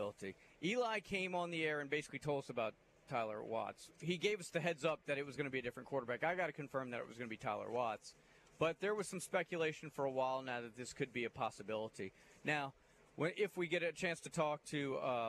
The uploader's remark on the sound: High School Gameday #1 at Fairhope. Broadcast LIVE from Fairhope to kick off high school football season!